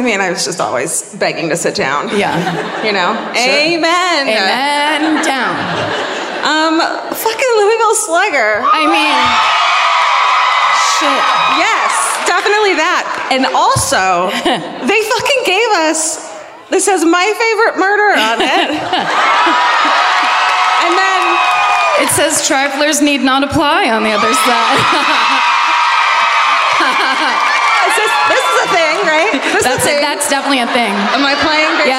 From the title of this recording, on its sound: Live at the W. L. Lyons Brown Theatre in Louisville